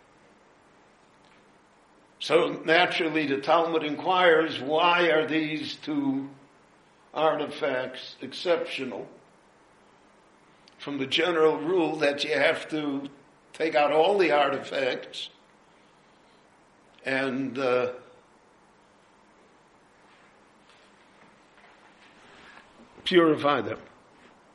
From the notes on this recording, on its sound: His lecture was recorded live at Beit Knesset HaNassi in Jerusalem.